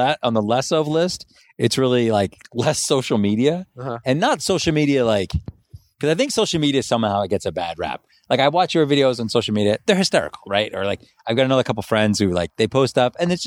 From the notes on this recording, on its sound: We recorded this on the sidewalk outside the gym today so please excuse any minor background noise.